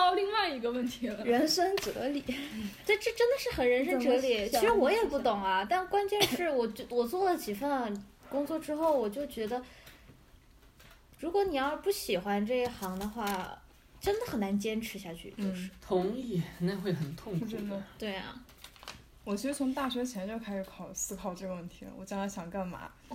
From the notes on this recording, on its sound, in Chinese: 这期是一边吃披萨一边录制的，所以偶尔会有杯子叮叮当当和嚼披萨的声音。